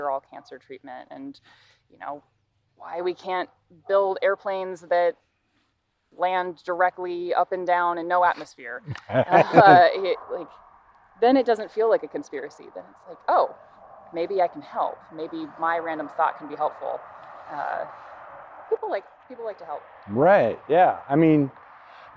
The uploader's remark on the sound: Walk and Talk. Both live in the Bay Area, we had never met face to face. I suggested we meet up for a hike and record some stuff along the way.